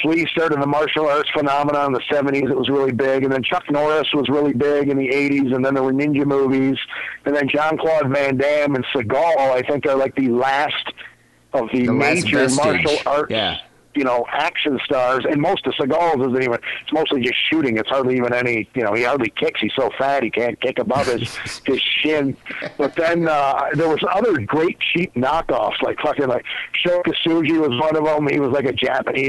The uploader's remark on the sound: Phone calls.